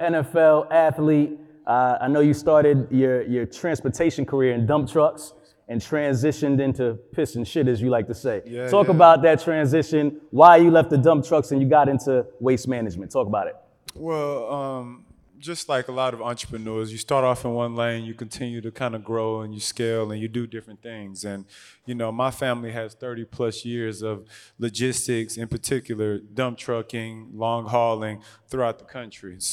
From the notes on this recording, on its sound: Audio/Video Captured at the Event by Encore. Live on location in Houston, TX at second annual Truck N' Hustle FreightFest.